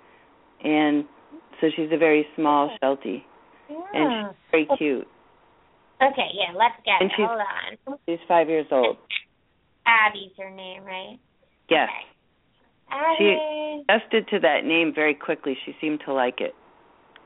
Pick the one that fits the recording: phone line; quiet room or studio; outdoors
phone line